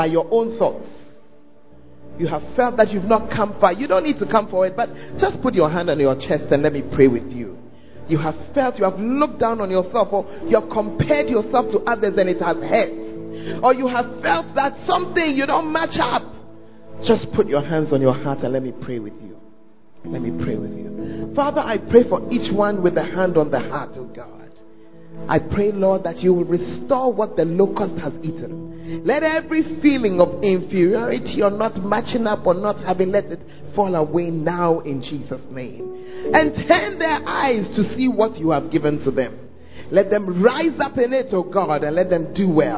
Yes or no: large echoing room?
yes